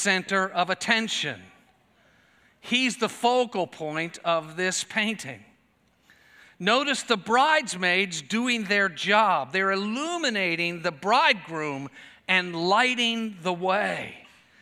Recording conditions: large echoing room